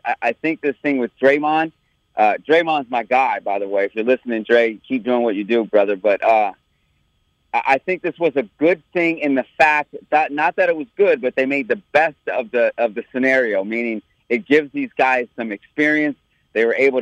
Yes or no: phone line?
yes